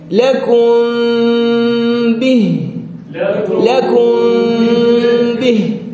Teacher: ترك فرجة صغيرة بين الشفتين عند النطق بالميم ثم انطباق الشفتين للنطق بالباء · Term: الفرجة